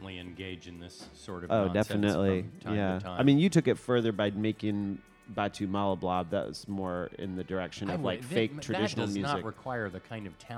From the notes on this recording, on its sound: NTS radio kindly invited them to present their show The Quietus Hour live from the festival.